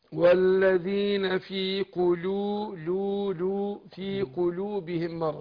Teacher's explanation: اللام مرققة، بس فيها انحراف بينحرف طرف اللسان للمخرج اللي جنبه